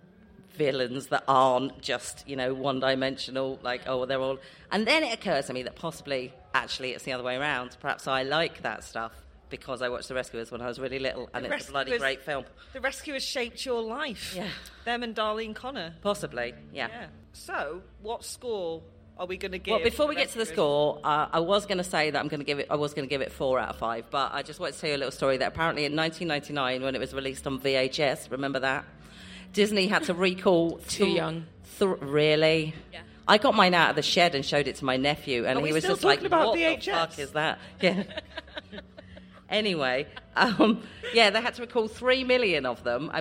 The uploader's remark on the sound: Parts of the podzine were recorded live at Latitude.